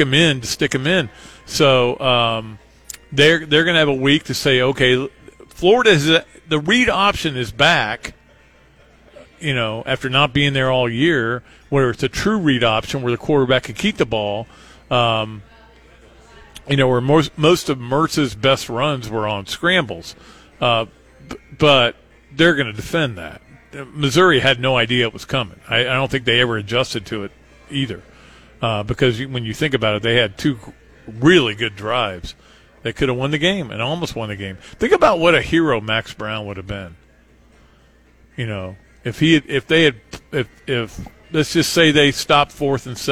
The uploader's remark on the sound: live from the Gainesville Hilton